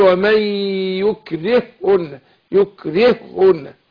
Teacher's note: فده اسمه مثلين صغير عشان الحرف الاول ساكن والثاني متحرك لما ادغمت شددت